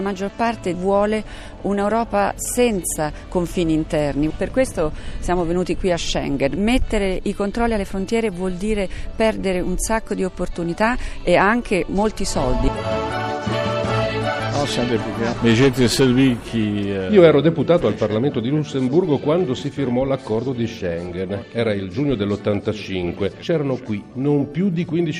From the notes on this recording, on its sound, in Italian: In diretta dalla riunione dei Presidenti dei Parlamenti europei.